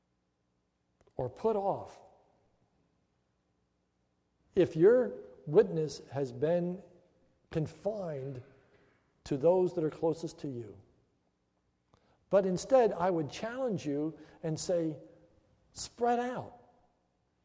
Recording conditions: large echoing room